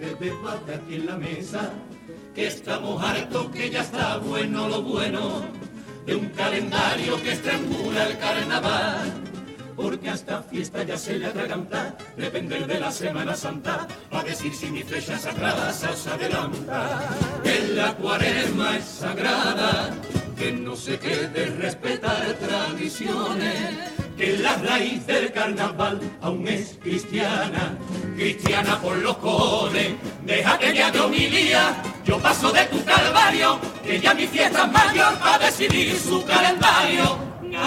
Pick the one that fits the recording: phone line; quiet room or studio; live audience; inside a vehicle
live audience